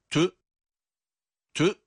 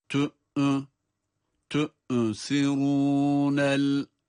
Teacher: Ta harfi hemzeye bağlanıyor ama hemzeye bağlanırken hemzeden bir inilti ya da hareket sesi, ha sesi gibi bir şey çıkmayacak · Shown in: first take · Hemzenin kendi sesi.